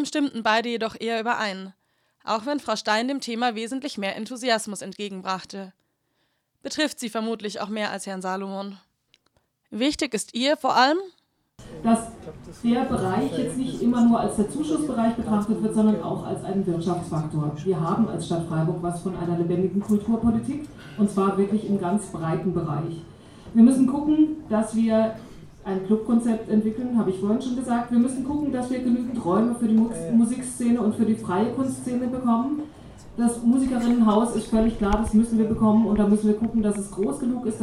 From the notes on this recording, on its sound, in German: gab es im Atlantik eine Podiumsdiskussion der anderen Art.